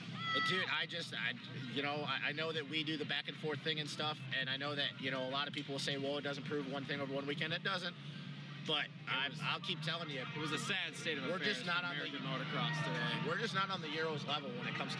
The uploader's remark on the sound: Coming to you live immediately post race from the 2018 MXoN at Redbud